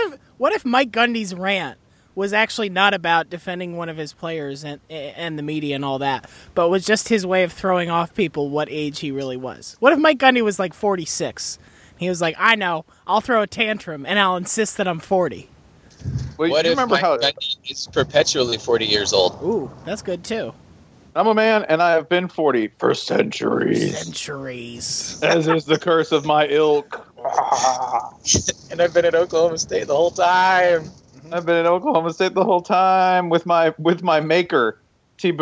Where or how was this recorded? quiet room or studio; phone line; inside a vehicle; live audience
inside a vehicle